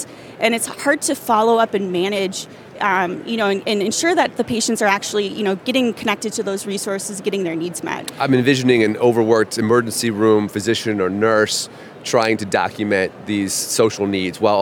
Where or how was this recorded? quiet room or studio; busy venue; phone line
busy venue